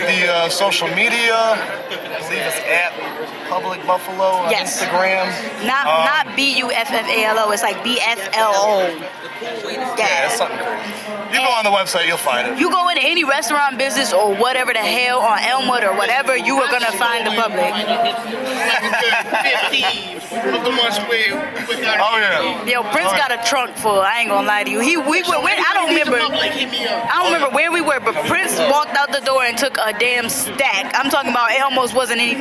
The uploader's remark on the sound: record live from The Public's first ever Buffalo Cultural Showcase